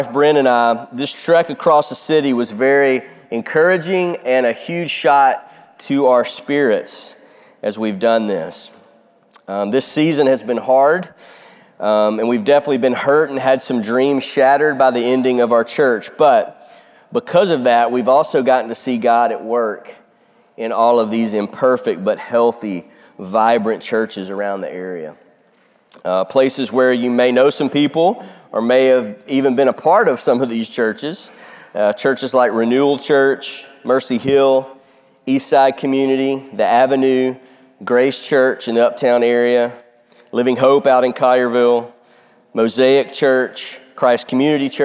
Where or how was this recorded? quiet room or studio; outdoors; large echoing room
large echoing room